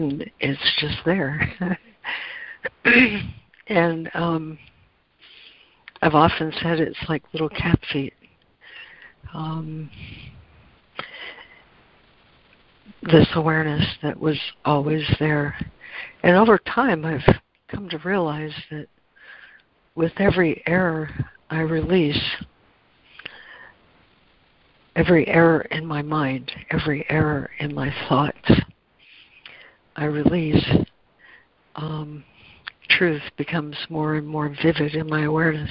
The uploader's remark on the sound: ACIM Daily Conference Call